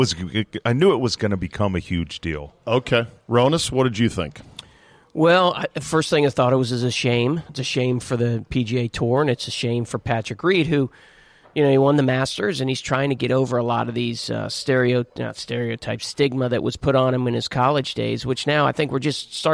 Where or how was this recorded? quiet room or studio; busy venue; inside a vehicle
busy venue